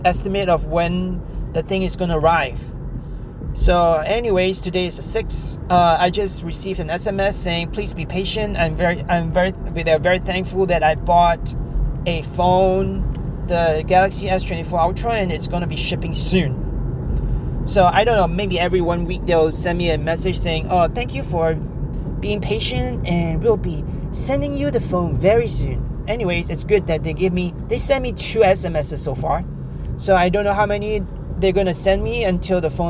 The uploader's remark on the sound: In my podcast, I take my audience along on my drive home while discussing various topics.